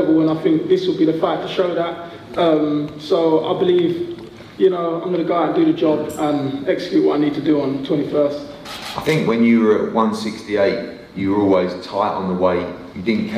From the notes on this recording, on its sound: JD NXTGEN press conference